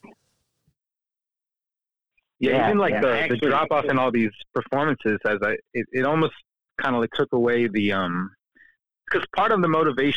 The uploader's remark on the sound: This series is filled with phone conversations by poets, artist, parents, teachers and nerds.